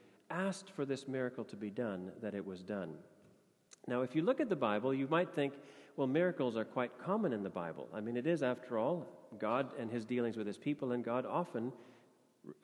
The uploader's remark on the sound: Sermon audio from FIBC Copenhagen